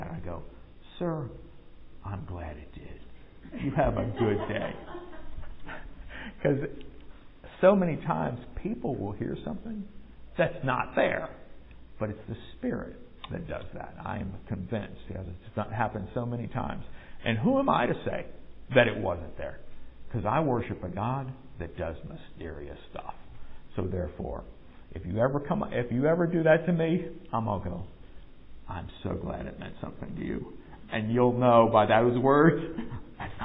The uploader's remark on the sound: Recorded at MPPC during a worship service on Sunday, August 28, 2022